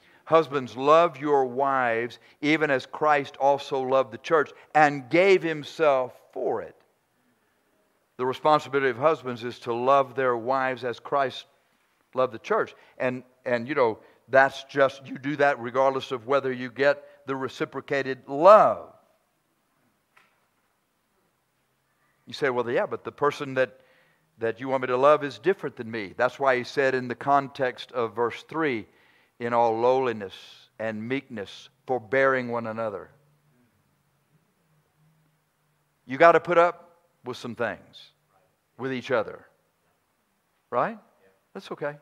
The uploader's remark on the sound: preaches during our 11th Church Anniversary Conference